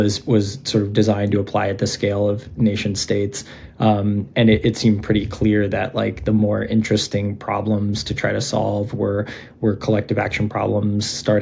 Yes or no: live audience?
no